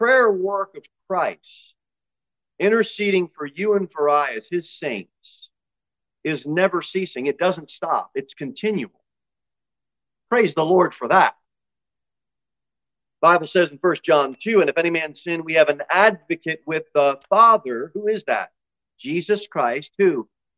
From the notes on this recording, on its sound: Sermon delivered at Pilgrim Baptist Church on Sunday, March 19, 2023, at 11:15 am. Jere Whitson Rd.